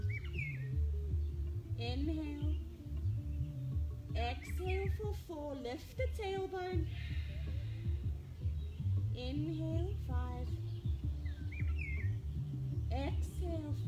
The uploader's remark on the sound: recorded live and outdoors.